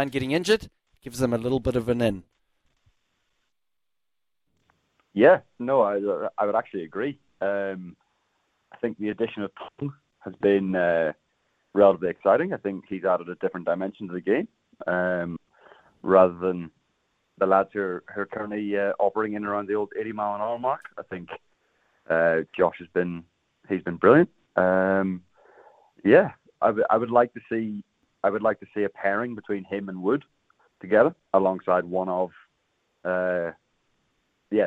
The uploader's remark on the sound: We get a surprise call